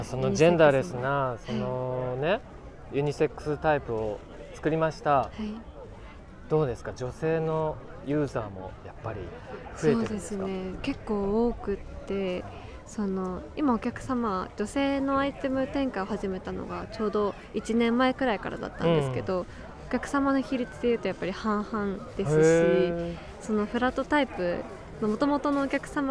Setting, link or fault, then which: setting, outdoors